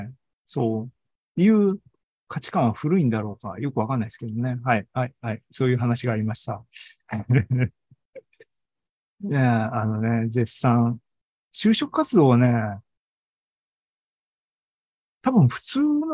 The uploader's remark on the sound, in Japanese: シーズン４３は２０２３年７月２９日に開催した ZOOMライブの模様です。